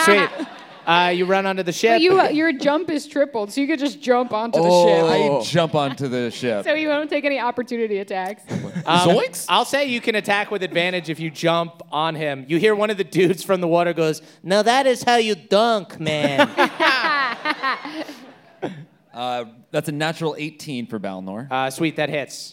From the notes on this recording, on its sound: NADDPOD Live in Pittsburgh. Live in Crittsburgh for the last night of the Nannerfly Effect Tour!